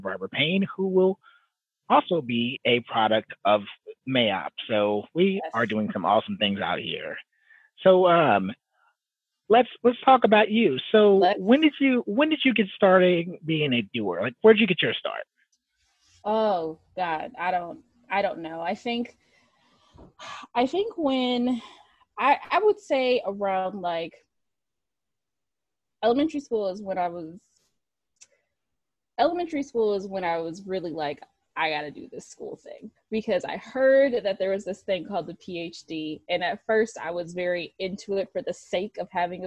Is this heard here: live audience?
no